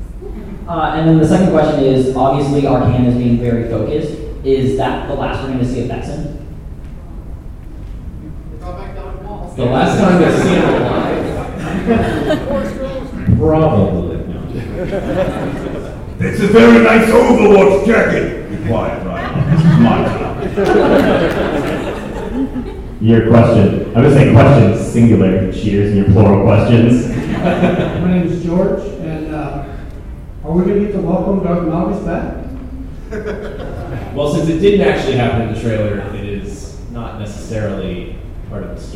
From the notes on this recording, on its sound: In this special episode from San Diego Comic-Con, the guys attended the Star Wars: The Old Republic Story panel at the Westin Hotel. The audio quality isn't too terrible.